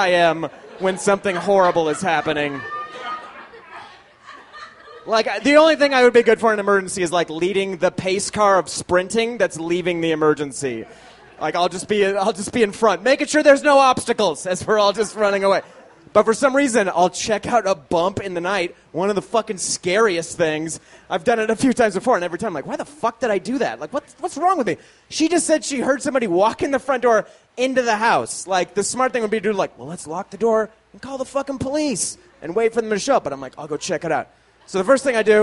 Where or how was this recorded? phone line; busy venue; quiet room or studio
busy venue